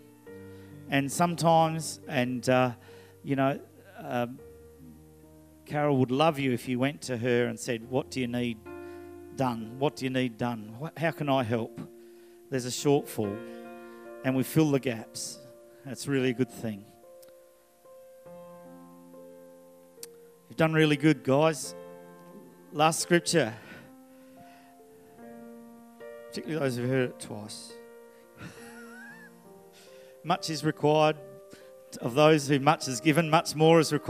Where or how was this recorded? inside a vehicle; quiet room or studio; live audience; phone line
live audience